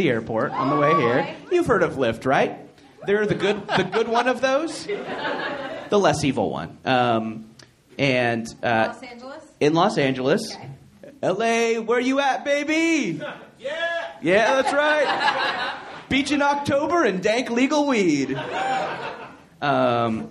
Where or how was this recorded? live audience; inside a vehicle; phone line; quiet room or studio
live audience